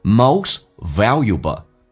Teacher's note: Most T letter T issilent， T 不发音，后面是以辅音开头，所以这个叫略音